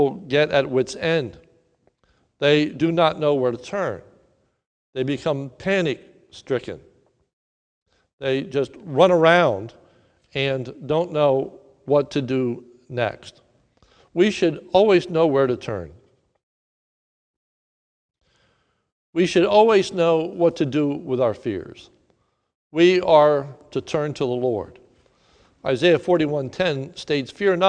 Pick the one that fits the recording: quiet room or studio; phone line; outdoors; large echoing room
large echoing room